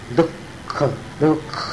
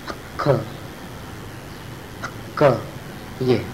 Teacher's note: जिह्वा मूलि का उच्चारण स्थान जीभ की जड़ है। दुख, दुख बोलते समय ये जीभ की जो जड़ है वहां पर एक स्पंदन आता है, ख, क, ये जिह्वा मूलि।